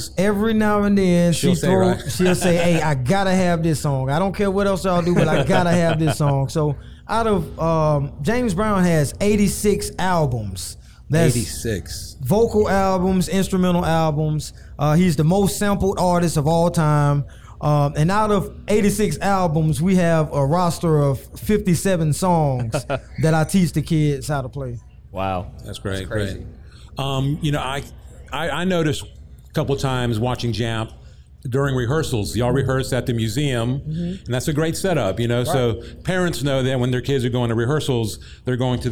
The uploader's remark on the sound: Live Collaboration with ALMA Presents at Arts in the Heart. Our first ever live recording! We took the Community Stage at the 2022 (40th Anniversary) Arts in the Heart of Augusta and hosted a LIVE collaboration podcast. We interviewed 4 people in front of a live audience.